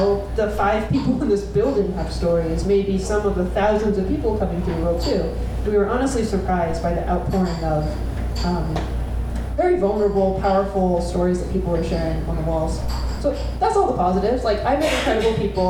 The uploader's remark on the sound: Live at The Wonderland Ballroom. Washington, D.C.